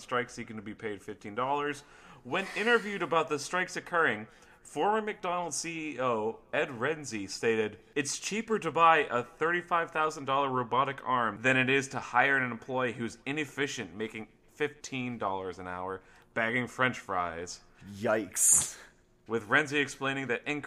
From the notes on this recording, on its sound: LIVE From a Crowded Hotel Room. LIVE recording at Raj of the Garage in Columbus, OH! I apologize for the echo.